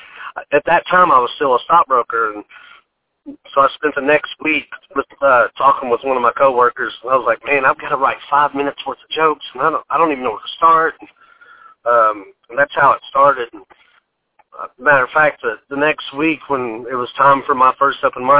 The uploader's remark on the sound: Joins the podcast via telephone.